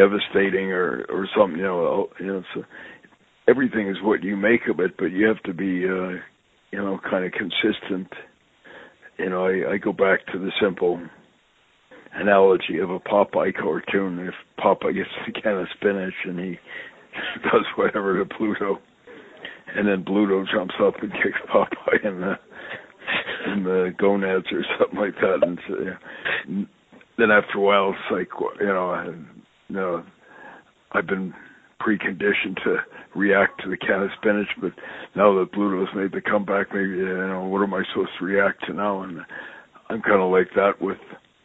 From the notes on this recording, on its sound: I sit down on the phone with my friend